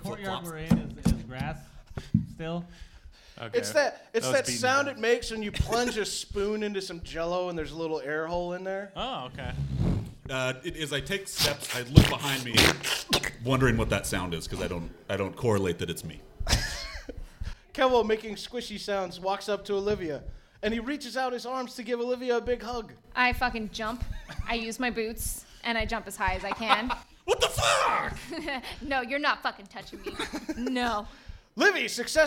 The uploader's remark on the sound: LIVE From The Whiskey Barrel. The very first live recording.